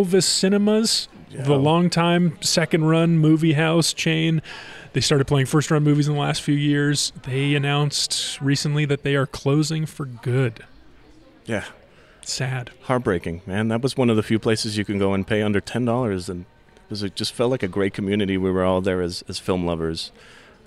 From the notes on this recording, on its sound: This episode was recorded on location at the Jewish Community Center during their Tzedakah 4 Kids fundraiser supporting the JCC’s ESL and summer programming.